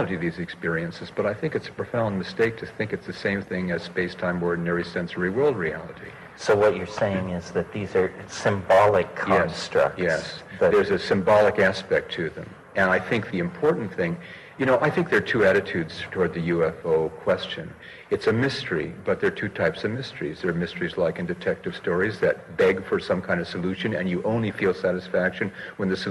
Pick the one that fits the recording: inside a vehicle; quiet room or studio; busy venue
busy venue